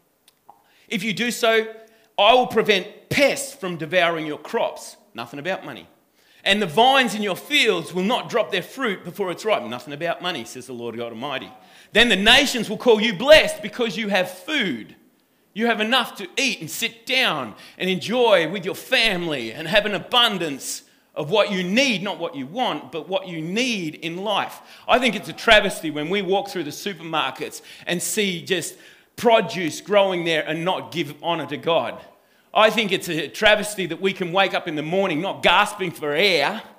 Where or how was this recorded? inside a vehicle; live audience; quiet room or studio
live audience